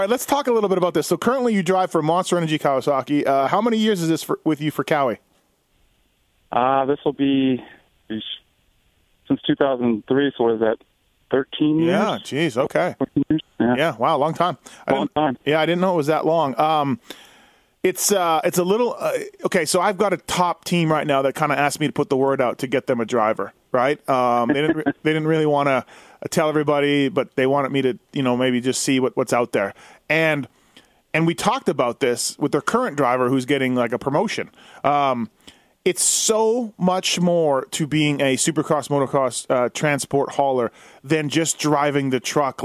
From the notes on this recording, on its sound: I call up Monster Kawasaki's truck driver